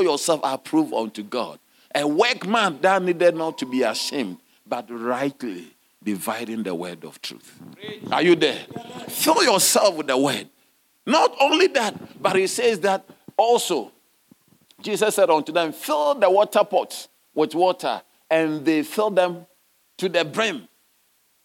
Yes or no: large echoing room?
yes